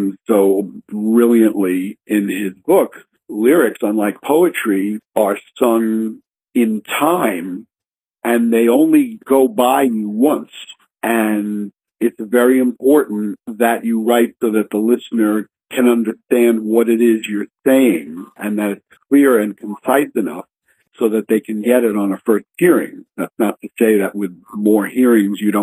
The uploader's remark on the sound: He had a contraption to record phone calls for later radio broadcast. The results varied, but now you know.